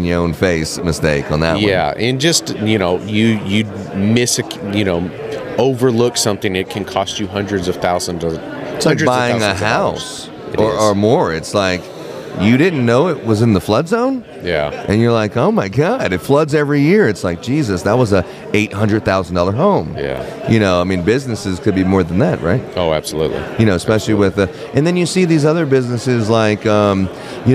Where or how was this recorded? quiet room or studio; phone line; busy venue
busy venue